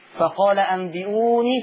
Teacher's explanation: ريح الياء المادية بتاعت أنبئوني بأسماء، ياء مادية هتاخد مقدار طبيعي حركتين